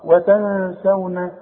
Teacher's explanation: واوعى تنسى الغنة والغنة بمقدار حركتين